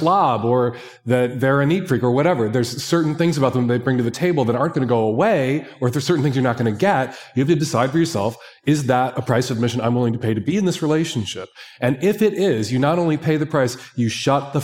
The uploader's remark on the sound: In this unique (juicy!) episode live from Mindvalley's A-Fest Ibiza stage.